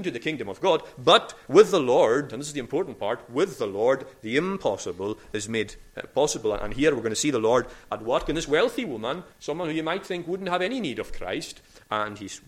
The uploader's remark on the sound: recorded at North Harris Free Church on the morning of Sunday 9th October 2022